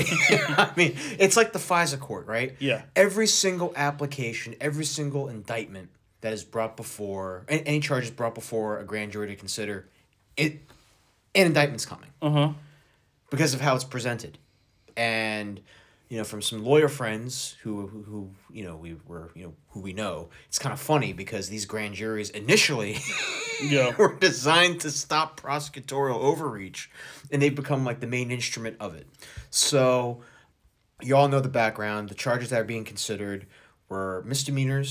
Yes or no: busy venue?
no